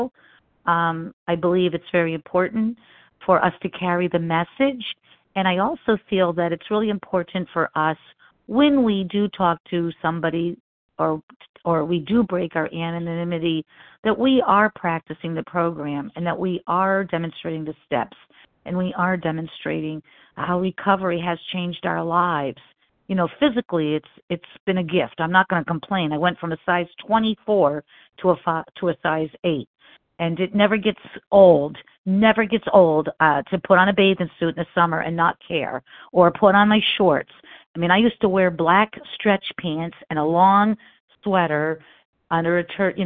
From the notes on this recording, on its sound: 100 Pounders Phone Meeting